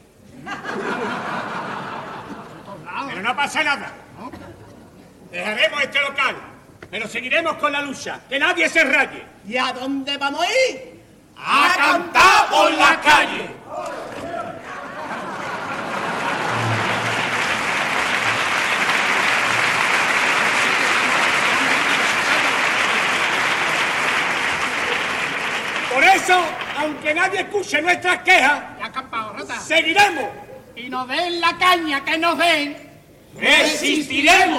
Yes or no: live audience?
yes